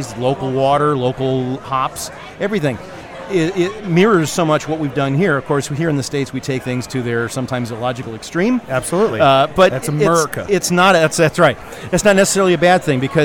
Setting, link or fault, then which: setting, busy venue